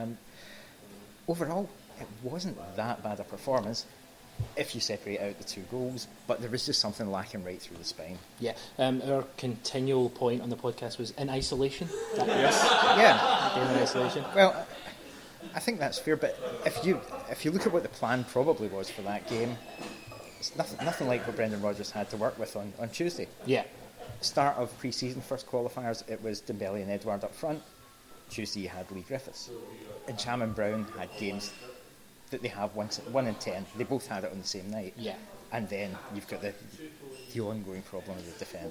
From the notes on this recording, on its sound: The first section was recorded during the Lunch With The Cynics.